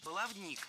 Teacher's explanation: В этом слове ударение ставим на третий слог – баловник.